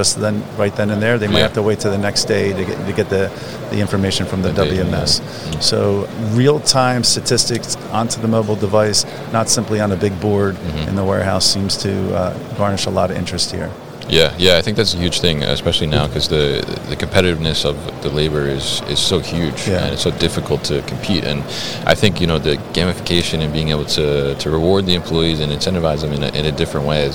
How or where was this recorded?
busy venue